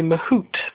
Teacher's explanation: obviously you don't pronounce the T because he is French